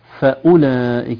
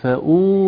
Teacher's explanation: ليس هناك ضم يعني ليس هناك مد في أولئك · Shown in: first take · الواو مرسومة لكن عليها علامة سكون مستدير فوق الواو يدل على أنها لا تنطق. · Term: ليس فيها مد